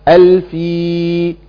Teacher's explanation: وفي بعضهم بقى يوقع اللام خالص، يقرأها الفي